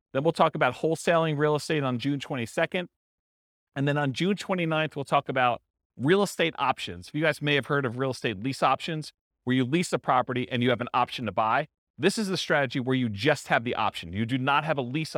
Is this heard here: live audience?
yes